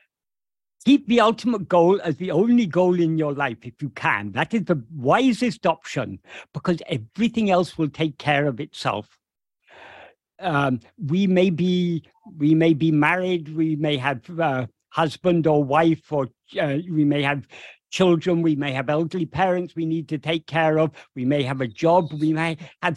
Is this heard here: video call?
yes